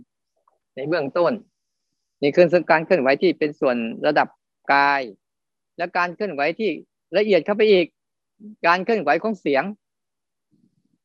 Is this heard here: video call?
yes